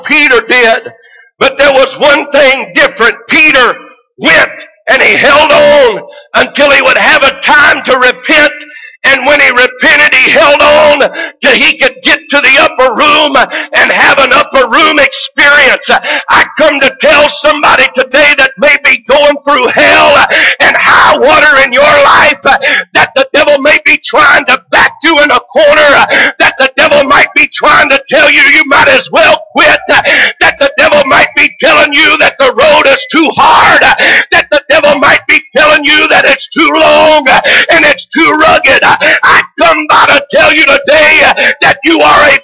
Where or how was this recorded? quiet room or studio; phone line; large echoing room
large echoing room